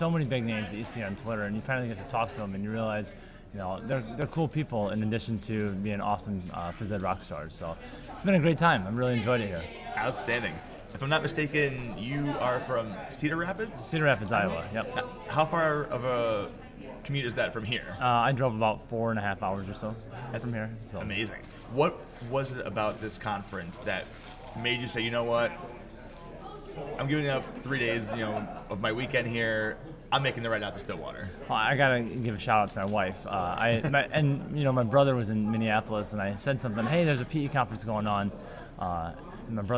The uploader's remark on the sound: Stillwater, Minnesota was buzzing thanks to the PE Connections Conference and the OPEN Forum Podcast was there to capture it.